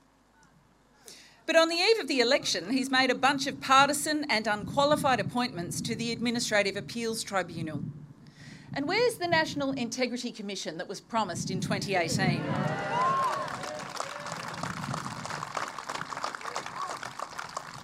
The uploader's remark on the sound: Live Campaign Launch Speech Recording. This recording took place on April 10th, 2022, with an audience of 1200 community members.